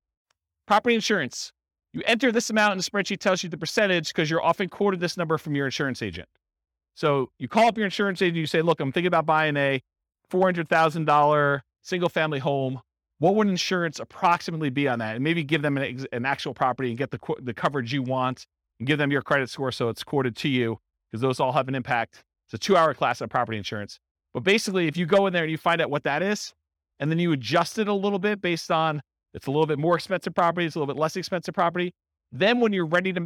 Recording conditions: live audience